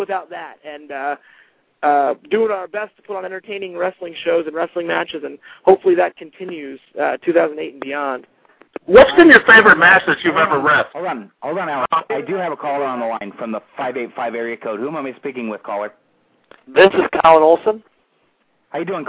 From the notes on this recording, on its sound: a very special "call in" guest